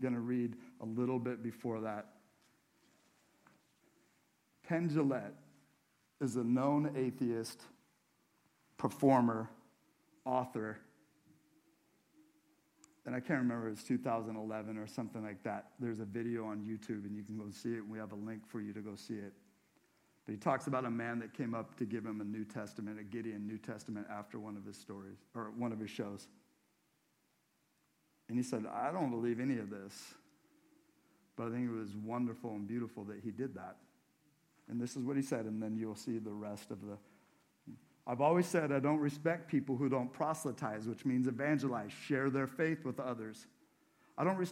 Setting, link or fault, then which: setting, large echoing room